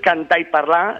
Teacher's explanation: Castelló, diuen jo penso, jo parlo, diuen cantar i parlar, i no pronuncien la R final dels infinitius, tampoc dels substantius